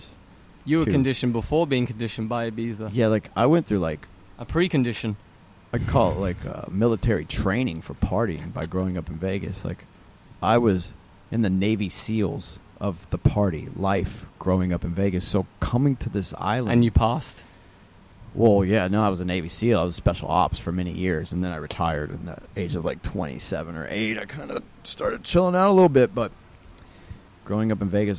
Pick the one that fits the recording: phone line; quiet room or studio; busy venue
busy venue